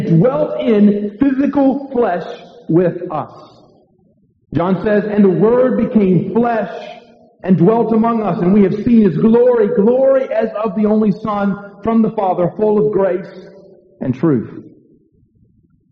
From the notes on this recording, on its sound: Due to equipment malfunction, no video recording of this sermon was made. The audio recording was very poor and partially captured. The audio for this podcast was made by stitching the original audio with post-production audio recordings.